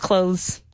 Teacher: as native speakers, we don't really pronounce the TH